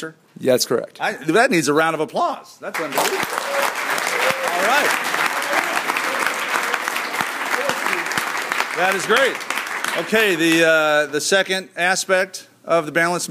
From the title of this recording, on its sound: Live from a Sigma Phi Epsilon national conference